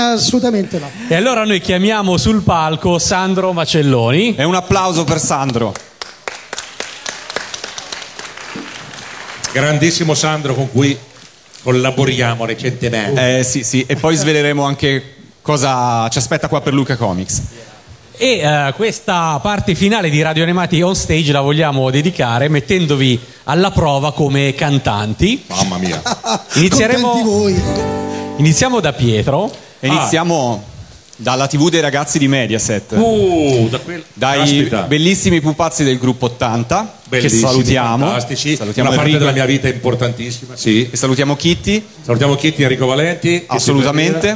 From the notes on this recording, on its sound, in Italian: Dal palco centrale di Lucca Comics & Games 2018